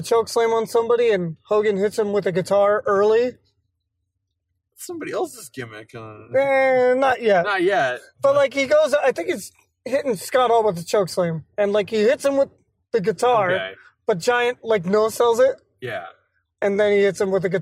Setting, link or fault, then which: setting, inside a vehicle